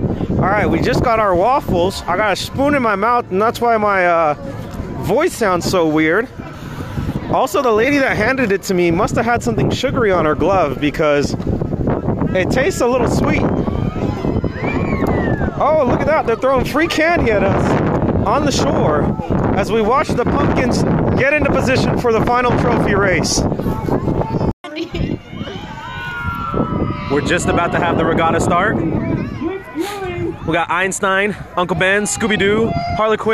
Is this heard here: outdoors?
yes